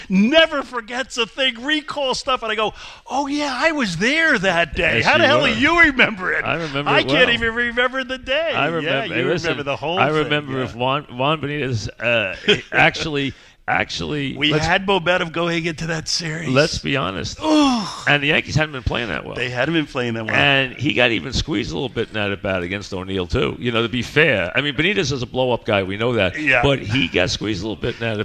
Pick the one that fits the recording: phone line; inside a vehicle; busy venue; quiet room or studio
busy venue